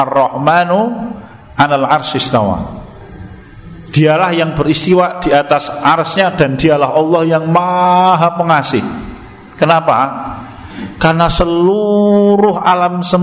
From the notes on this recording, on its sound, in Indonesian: Di Masjid At Tahkim, Jln KH Ahmad Dahlan, Ngampilan, Yogyakarta rutin setiap hari Jumat selepas sholat magrib sampai dengan isya yang diselenggarakan oleh FKAM Yogyakarta dan Takmir Masjid At Tahkim.